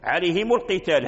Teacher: ولا أحد من القراء يسكن هذه الميم، كلهم يضموها لأن اجتمعت الميم مع الحرف الساكن عليهم القتال، هذه القتال هذه الهمزة همزة وصل القتال، لأن كاين همزة هنا همزة الوصل لا تثبت في الدرج، إذا أدرجت الكلام مع الكلمة مع الكلمة همزة الوصل تحذف. · Term: ميم الجمع